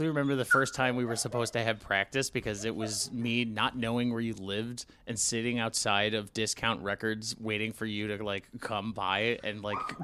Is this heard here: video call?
no